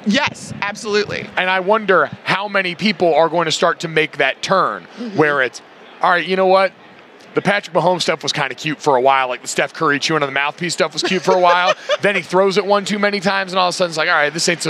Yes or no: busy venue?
yes